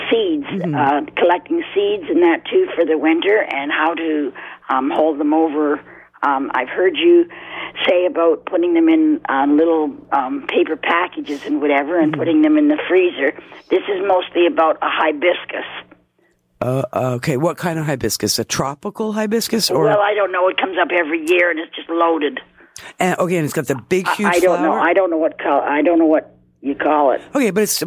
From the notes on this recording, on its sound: Back In The Studio. Familiar callers phone.